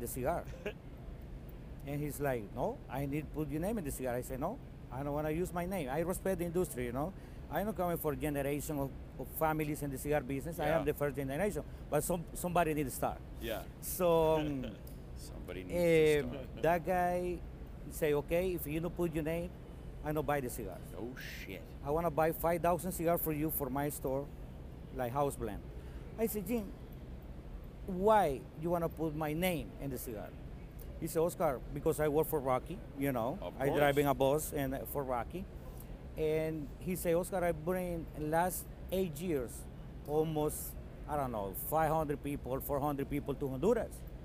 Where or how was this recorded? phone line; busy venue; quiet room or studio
busy venue